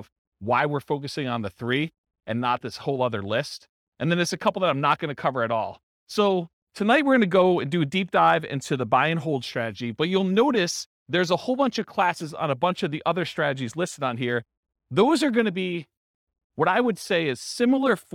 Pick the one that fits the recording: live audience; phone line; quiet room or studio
live audience